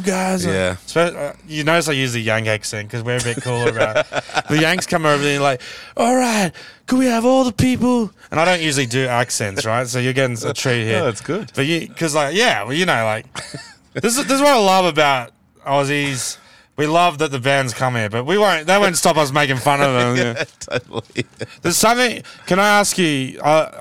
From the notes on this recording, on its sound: Two large men recording a podcast in a car!